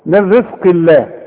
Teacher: رقق للراء والزين كمان ترق